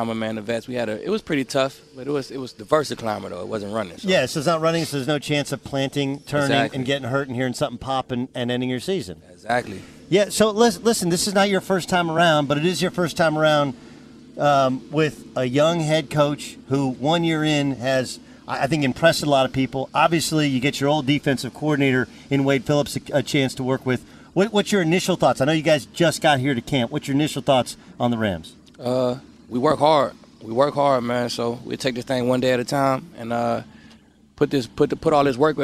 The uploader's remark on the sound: LIVE from Los Angeles Rams training camp!